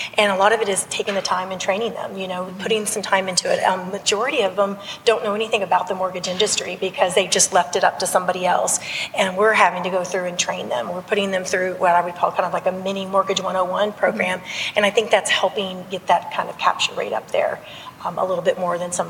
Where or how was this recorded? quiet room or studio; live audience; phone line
live audience